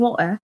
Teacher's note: we pronounce the T. Just not the R.